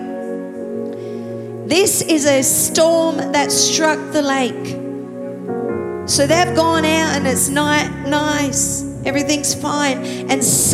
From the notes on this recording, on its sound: Recorded live at Planetshakers Church (Melbourne)